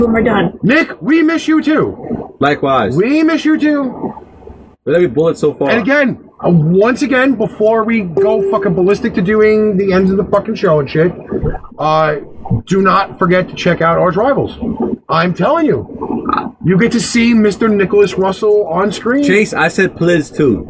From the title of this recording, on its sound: TECHNICAL DIFFICULTIES!!!!!